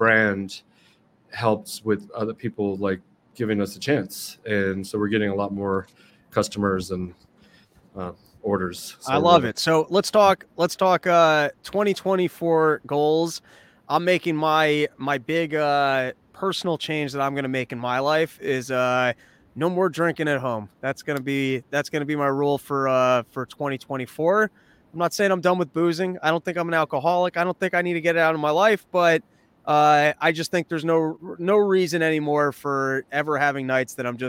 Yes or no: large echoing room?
no